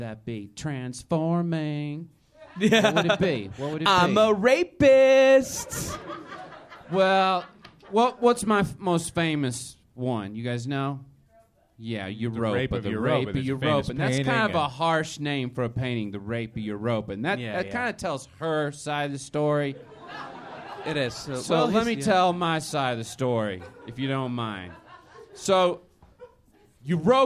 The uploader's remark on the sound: Live at MaxFunCon. A live recording at MaxFunCon 2011.